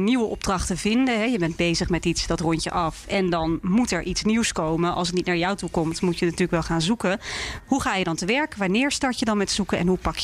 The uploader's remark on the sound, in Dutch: De podcast wordt opgenomen tussen de werkende zzp'ers in Bar-Brasserie Danel in Utrecht. De podcast wordt opgenomen tussen de werkende zzp'ers in Bar-Brasserie Danel in Utrecht.